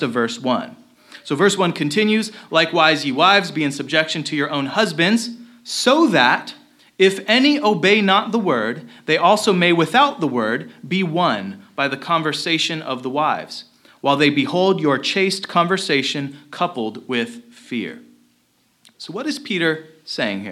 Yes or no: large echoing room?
yes